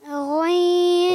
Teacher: हलक के ऊपर वाले हिस्से से अदा होता है · Term: गाइन